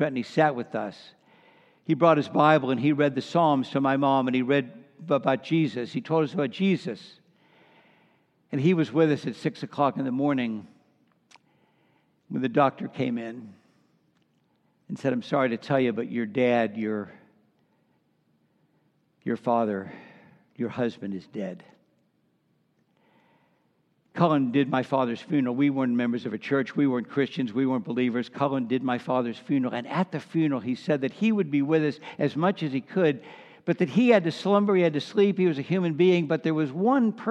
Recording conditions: large echoing room